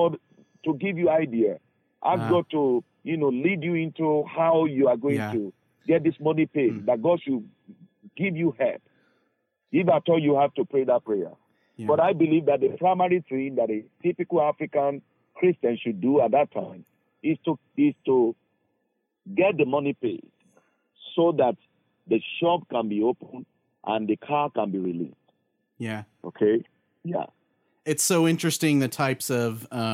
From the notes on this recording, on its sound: Took the time to give us a phone call.